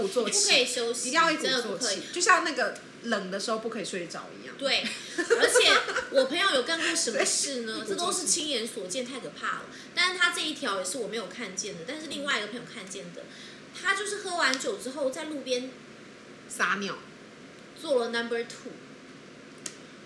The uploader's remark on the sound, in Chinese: 喝酒那些事系列由於是試錄集，收音設備非常陽春，請海涵～。